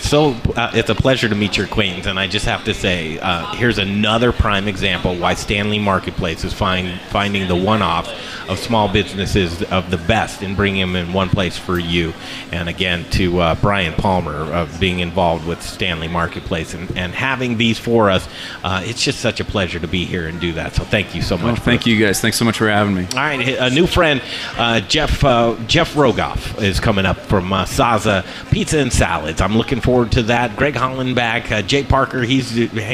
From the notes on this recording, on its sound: The Modern Eater Show live from The Stanley Marketplace.